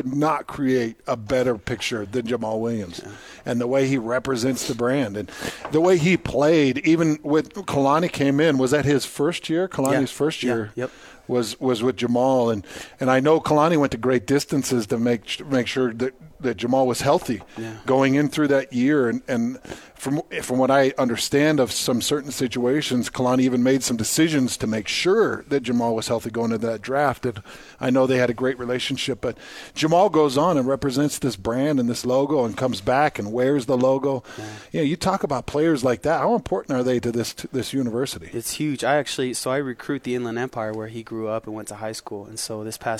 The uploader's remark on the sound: live from BYU Football Media Day